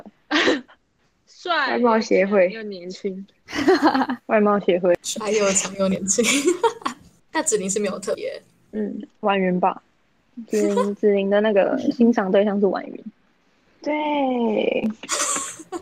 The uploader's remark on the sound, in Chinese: 由於設備問題，本集節目透過線上會議室錄製，延遲情況較嚴重，請多包涵！